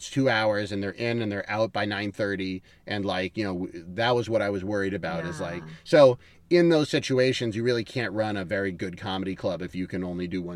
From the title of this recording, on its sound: Cat Jam In The Car